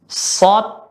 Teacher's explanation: Sifat yang pertama adalah kalau ditinjau dari segi nafas, maka ketika kita mengucapkan huruf sod, nafasnya terlepas